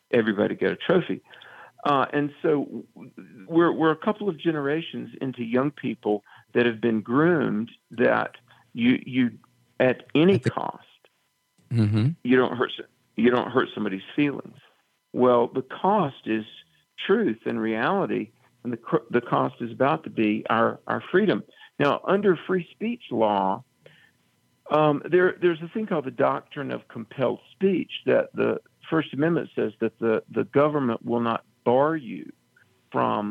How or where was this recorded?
phone line